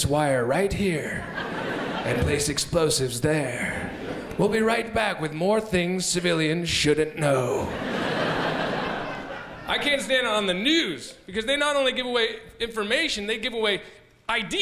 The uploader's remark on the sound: 2006 Melbourne International Comedy Festival Gala